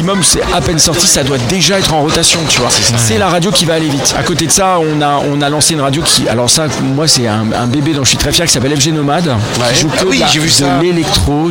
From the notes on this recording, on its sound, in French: En direct du Dock B à Pantin